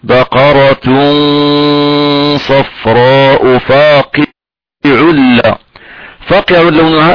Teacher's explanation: بقرة صفراء فاقع لونها إدغام بغنى إدغام بدون غنى مع اللام